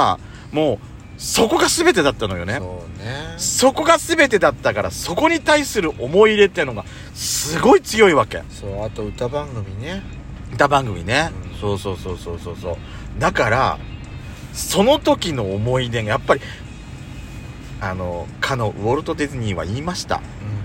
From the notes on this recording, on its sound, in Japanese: パーキング収録